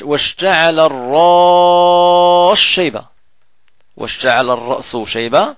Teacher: السوسي يبدل السين شينا · Term: الإدغام الكبير